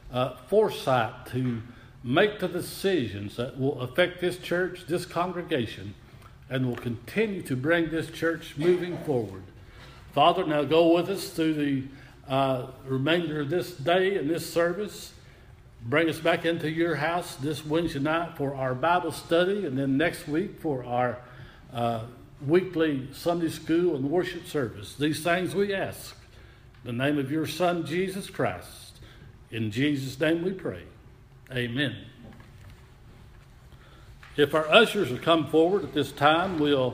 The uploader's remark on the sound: Audio Recording of Worship service at Persia Methodist Church in Rogersville, TN